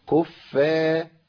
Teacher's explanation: الفاء مرققه والالف مرققه الراء مفخمه